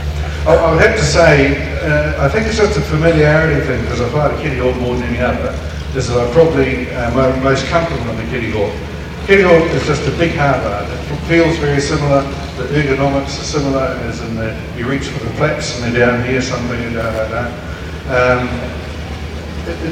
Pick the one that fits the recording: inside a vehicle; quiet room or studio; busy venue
busy venue